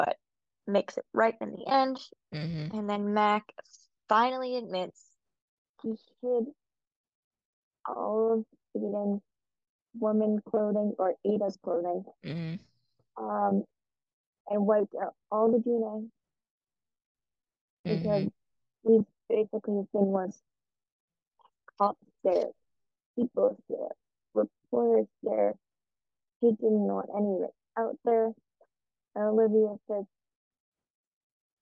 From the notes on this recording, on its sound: this episode was recorded really late and marathon speed but quietly